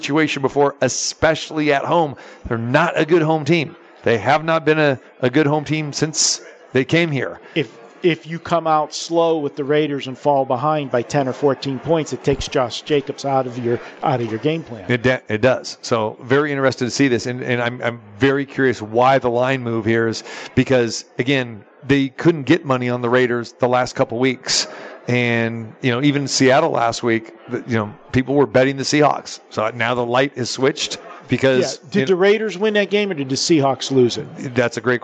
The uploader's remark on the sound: live from the Superbook at the Westgate